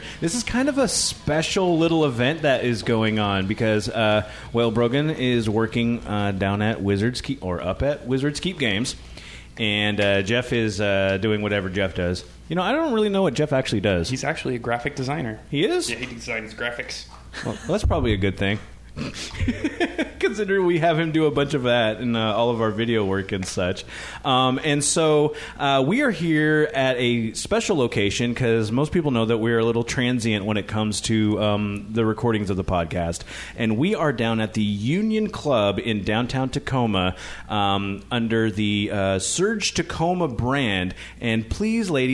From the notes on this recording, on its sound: They recorded at the Union Club location. Union Club at 539 Broadway.